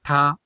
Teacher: the manner of articulation is, whether it's a, a stop, a ta, or a fricative sha, or an approximate ra.